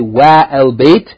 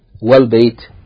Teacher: So you join the wa with fatha to the lam of al bayt. · Shown in: second take · You don't say wa al bayt, you say wal bayt.